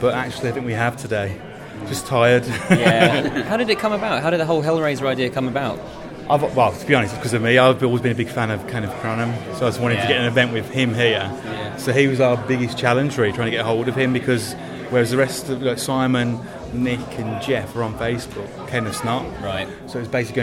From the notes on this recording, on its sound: We recorded the Q&A sessions and here they are. As it was a live recording of a staged event the sound quality does vary throughout.